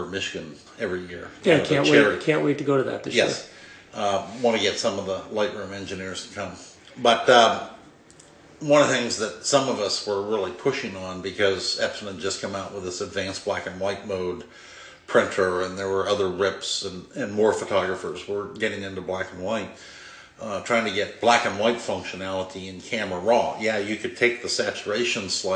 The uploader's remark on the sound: living room on the near-north side of Chicago, so there is a bit of echo